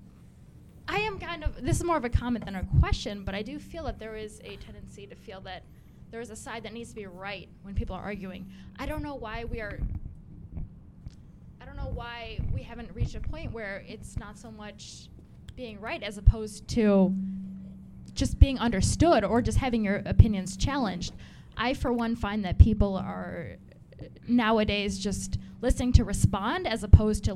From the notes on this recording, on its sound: Live panel discussion. Joins the panel to take questions from the audience.